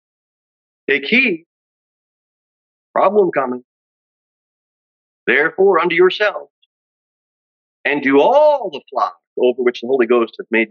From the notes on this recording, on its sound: Sermon delivered at Pilgrim Baptist Church on Sunday, July 23, 2023, at 10:00 am. Jere Whitson Rd.